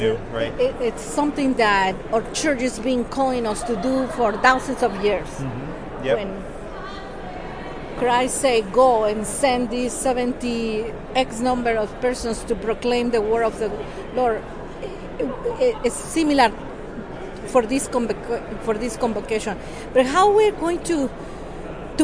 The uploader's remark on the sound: It was exciting to hear the hopes and expectations of those who traveled to this unprecedented event. Becomes the “man on the street” who approaches participants with a microphone in hand.